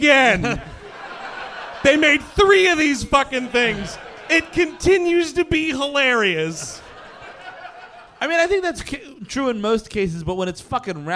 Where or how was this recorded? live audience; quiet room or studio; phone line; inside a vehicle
live audience